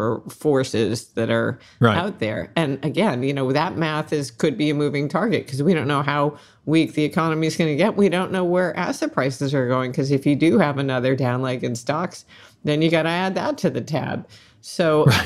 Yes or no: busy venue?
no